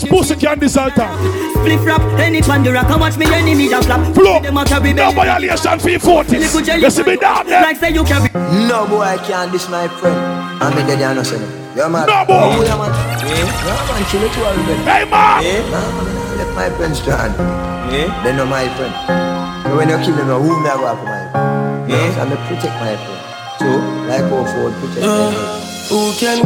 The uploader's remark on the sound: BRUNCH AT BREW'D [LIVE AUDIO]